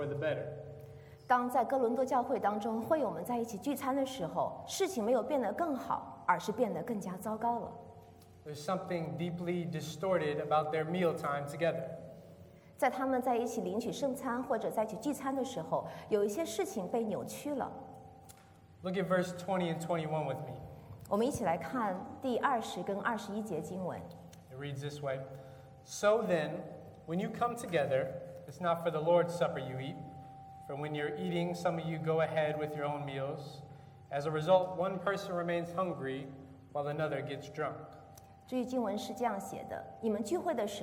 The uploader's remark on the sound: This is a sermon from September 1st, 2019 at Lexington Chinese Christian Church